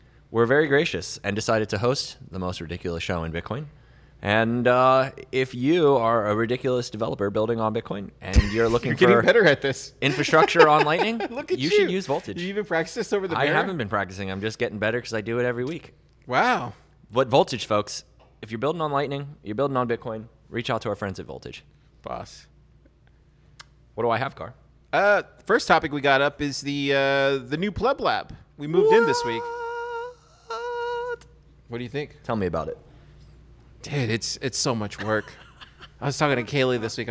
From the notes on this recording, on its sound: Pleb Broadcasting Service was broadcasted from Austin, Texas on July 29th in front of a live Pleb audience.